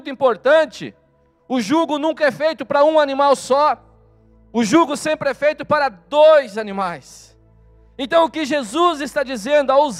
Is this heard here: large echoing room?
yes